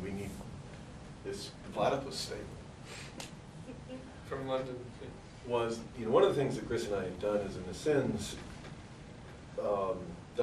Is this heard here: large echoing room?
yes